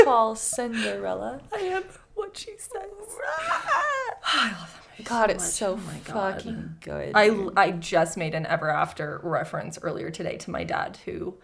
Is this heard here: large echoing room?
no